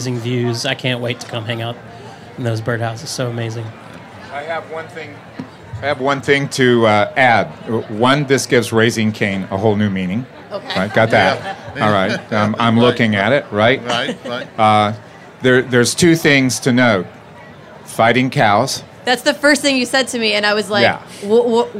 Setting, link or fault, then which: setting, busy venue